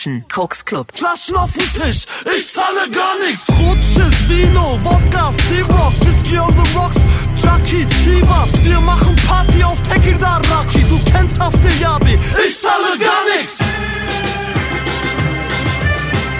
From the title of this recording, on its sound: Live In Da Mix - One Night at La Viva Bremen